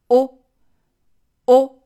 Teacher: 在发小口“哦”的时候，嘴巴一定要突出，呈现一个非常紧张的小口原形